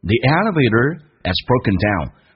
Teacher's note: Breakdown 这个单词指的是出故障的意思。那么说这个电梯出故障了，我们在听的时候那个 has 经常有可能听的不是很清晰，因为老外有时候在快速的时候，这个 has h 音可以直接去掉，因为是气流音